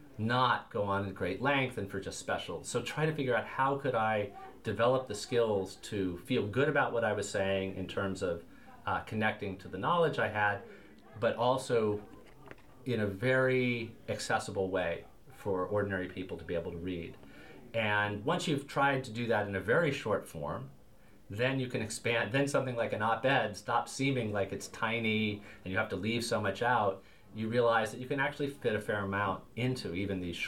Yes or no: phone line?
no